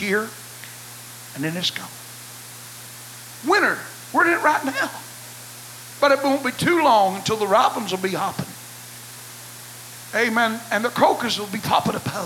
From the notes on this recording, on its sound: Choices was preached at First Apostolic Church.